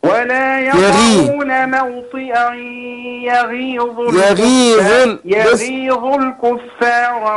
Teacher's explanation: الغين المكسورة بتاخد أدنى درجات التفخيم